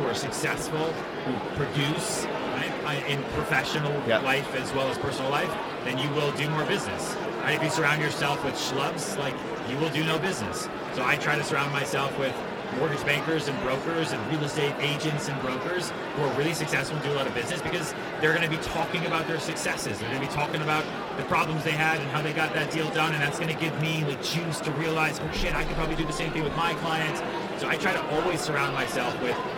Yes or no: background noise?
yes